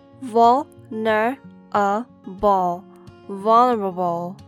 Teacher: Both E and A pronounced as the schwa sound